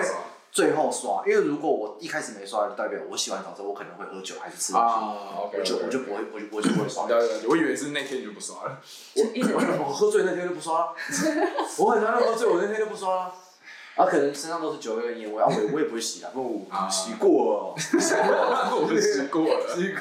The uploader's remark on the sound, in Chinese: 試錄集，錄音品質敬請見諒